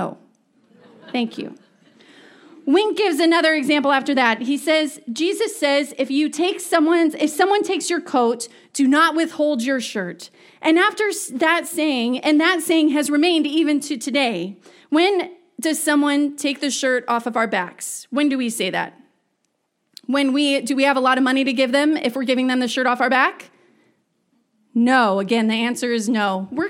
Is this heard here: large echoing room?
yes